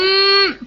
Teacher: ہم یعنی اصل میں نا ہم پورا میم بولتے ہوئے نا ساؤنڈ ساری ناک میں چلی جاتی ہے، لپس جوائن ہوتے ہیں اور ساری ساؤنڈ ناک میں جاتی ہے